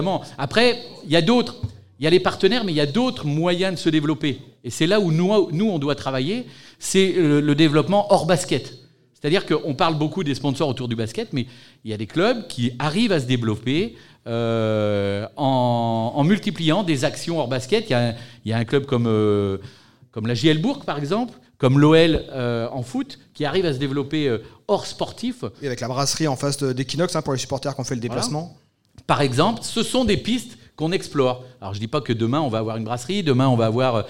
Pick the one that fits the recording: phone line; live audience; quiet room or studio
live audience